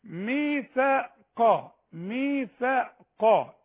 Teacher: الثاء مرققه القاف مفخمه